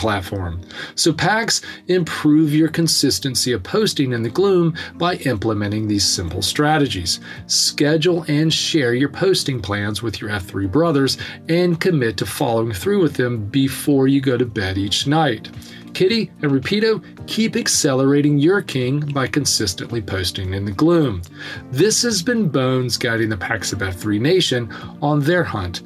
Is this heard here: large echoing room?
no